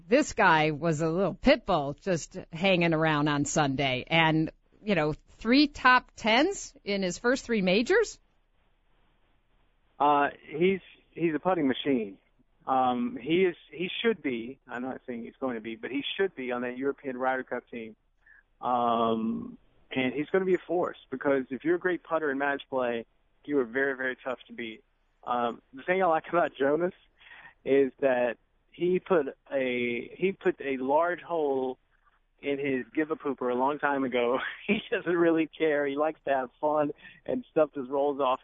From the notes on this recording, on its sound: Are in the studio. Calls in from Hilton Head.